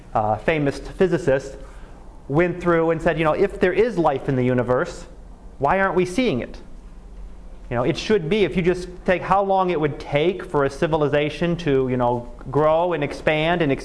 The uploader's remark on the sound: Live Class Lecture.